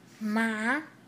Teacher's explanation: The voice starts at the mid-range and ends high. · Term: second tone